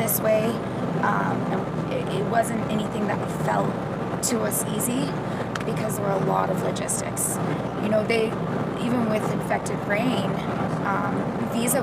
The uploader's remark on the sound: We had a few minutes to kill just outside of the venue. With a little background noise I was still able to have a quick chat.